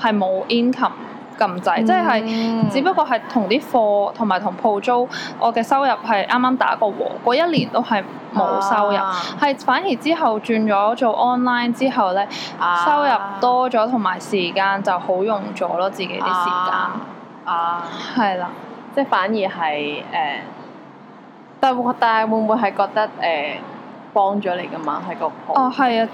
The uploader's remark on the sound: Sorry about the background noise this time